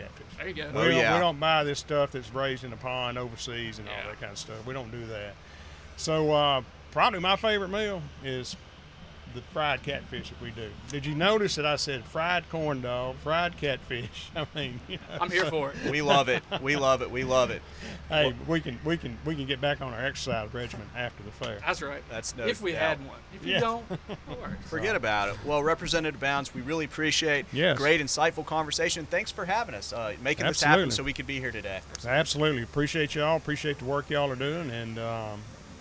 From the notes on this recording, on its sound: Joined The Extra Mile podcast on location at the Neshoba County Fair. Soundbite from Neshoba County Fair speech.